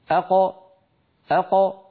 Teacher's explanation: بينما لما نقول أق، جربوا أق أق، قد انفتح المخرج وخرجت القاف الساكنة المقلقلة بالتباعد بين طرفي عضو النطق لا بالتصادم. الأصل أن تخرج بالتصادم، لكن لو فعل العرب ذلك لحصل هذا الإزعاج، فبفطرتهم أخرجوا هذه الخمسة بالتباعد بين طرفي عضو النطق دون أن يصاحب ذلك شائبة حركة، لا فتحة ولا ضمة ولا كسرة.